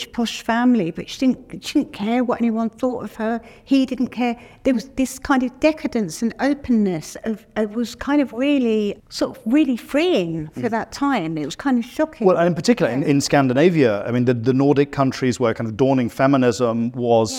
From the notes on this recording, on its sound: In this episode originally recorded at Sotheby’s in London.